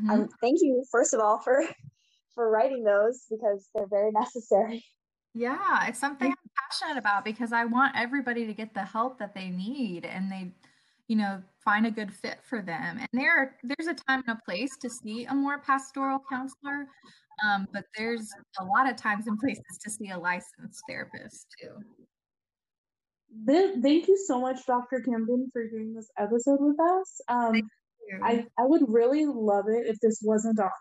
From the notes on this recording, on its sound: Due to the long-distance nature of this call, the audio recording reflects some connectivity & sound difficulties.